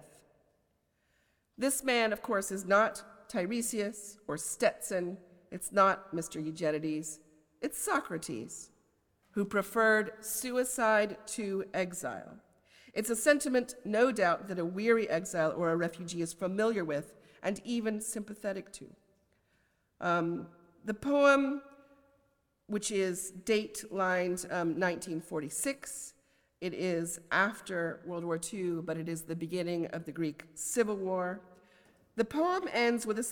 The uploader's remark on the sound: a lecture as the Oxford Professor of Poetry on 15 February 2024